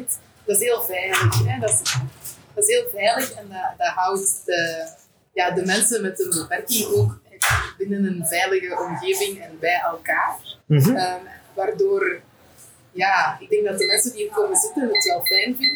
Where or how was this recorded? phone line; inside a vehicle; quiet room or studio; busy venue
busy venue